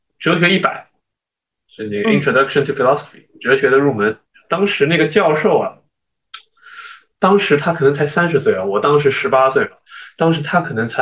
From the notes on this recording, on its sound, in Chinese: 本期节目为线上录制